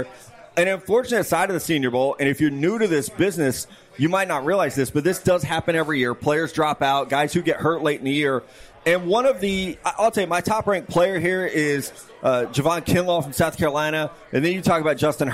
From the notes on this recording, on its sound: Senior Bowl Preview Live From Mobile. Live from Draft Picks Taproom in Mobile, AL.